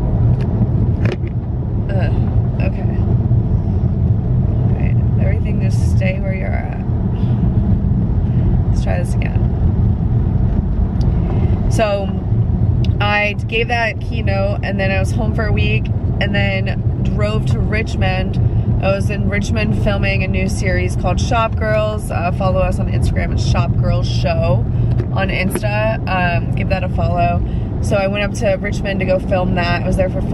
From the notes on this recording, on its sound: A lot of my life takes place in my car. I realized if I didn't start turning the mic on in the car, I wouldn't record a pod.